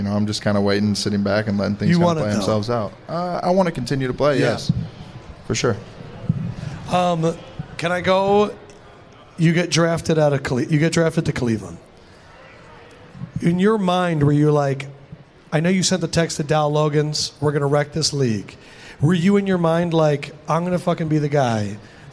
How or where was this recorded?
busy venue